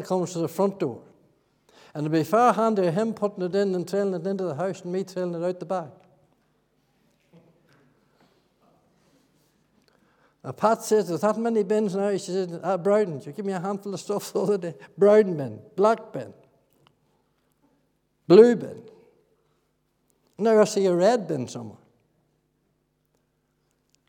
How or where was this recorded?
large echoing room